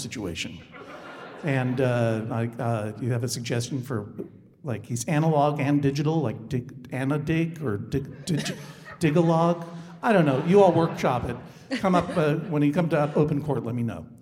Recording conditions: live audience